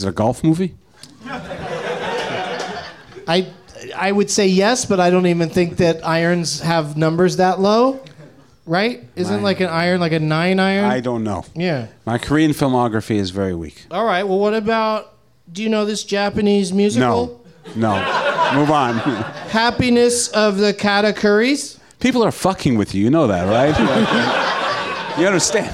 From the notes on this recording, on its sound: Live from the NerdMelt Showroom in Los Angeles